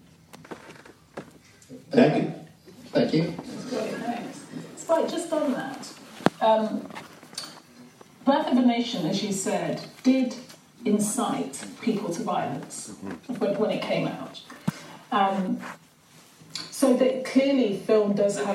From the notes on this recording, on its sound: After an exclusive screening of BlacKkKlansman. A couple questions from the audience.